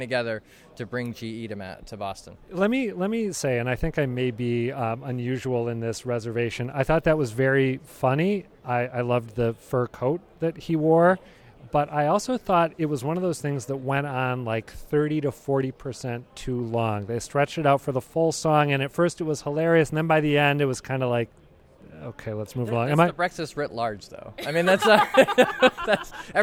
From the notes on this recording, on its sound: took in this year's breakfast at the Boston Convention & Exhibition Center--then sized up the proceedings as they were winding down